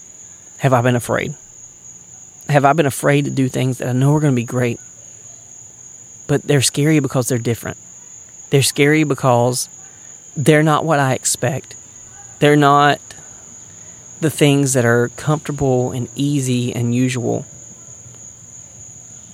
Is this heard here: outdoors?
yes